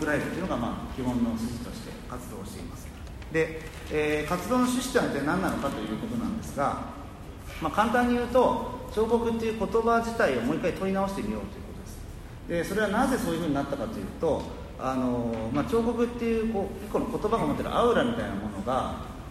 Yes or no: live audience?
yes